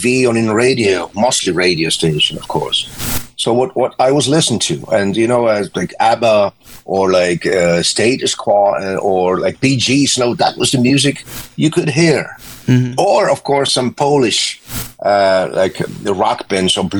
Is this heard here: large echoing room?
no